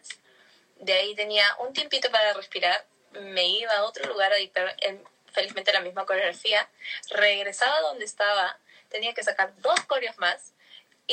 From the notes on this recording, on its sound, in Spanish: el audio del Instagram Live